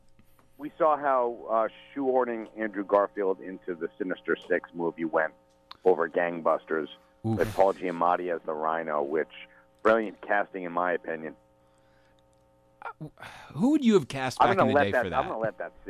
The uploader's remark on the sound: A telephone call